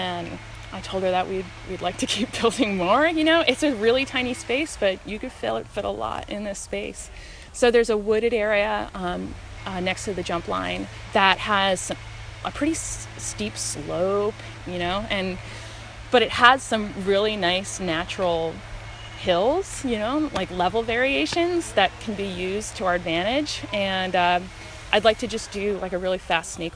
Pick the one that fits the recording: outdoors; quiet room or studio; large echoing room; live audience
outdoors